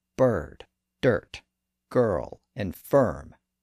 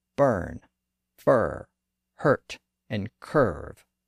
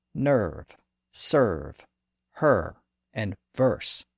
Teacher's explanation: all of the various vowel sounds that once existed before the R were reduced down to a generic sound in early modern English · Term: schwa